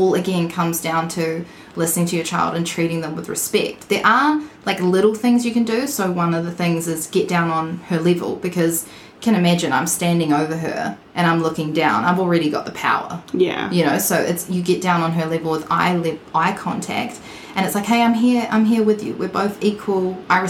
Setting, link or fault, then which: fault, sounds in the background